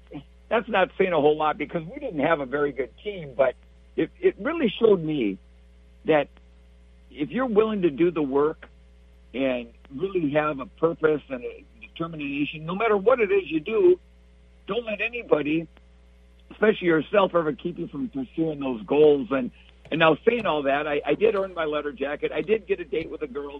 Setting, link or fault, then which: link, phone line